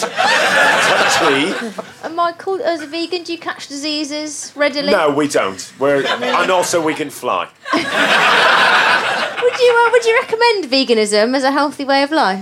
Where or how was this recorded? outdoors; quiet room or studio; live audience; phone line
live audience